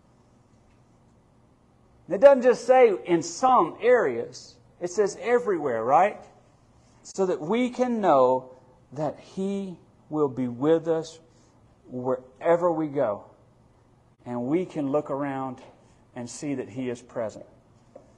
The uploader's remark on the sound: Midweek Bible Study that was recorded on March 1, 2023, at Friendship Baptist Church.